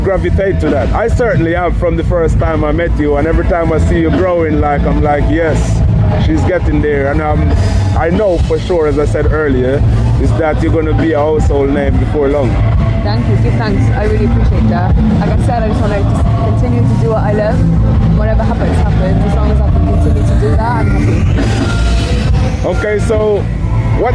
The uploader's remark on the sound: Shared the bill at a festival earlier this year and caught up back stage to chat!